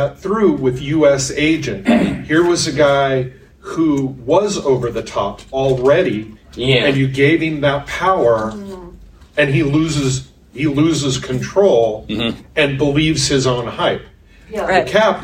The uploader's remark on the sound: The Marvel Phases Panel at Farpoint Con 2023.